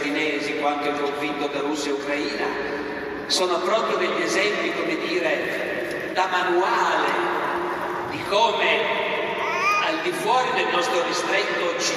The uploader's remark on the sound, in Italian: (Bologna, 2023). Festa Internazionale della Storia. Audio registrato in loco - remasterizzato e migliorato.